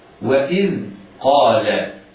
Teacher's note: قال القاف مفخمة في الدرجة الأولى من مراتب تفخيمها لأنها مفتوحة وبعدها ألف